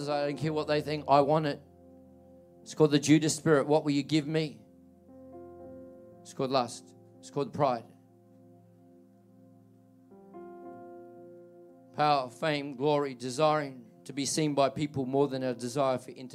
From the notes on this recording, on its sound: This message was recorded at Generations Church, Tatura in July, 2023